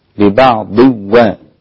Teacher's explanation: التنوين بالغنة مع الواو أيضا أسقطه الإمام حمزة